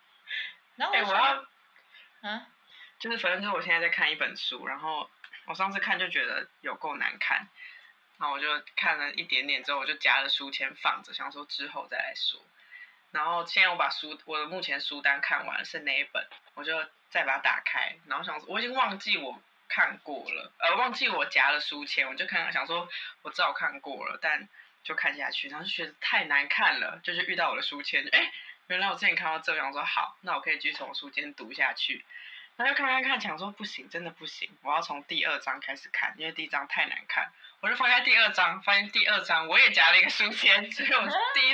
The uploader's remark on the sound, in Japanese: 可能最近都會是疫情版本 音質比較差。